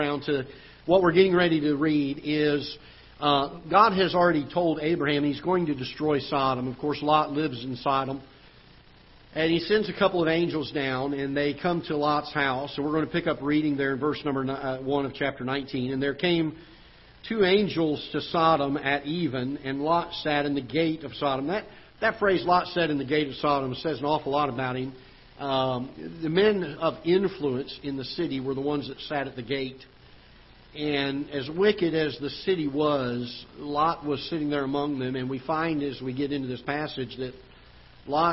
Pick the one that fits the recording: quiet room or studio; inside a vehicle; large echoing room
large echoing room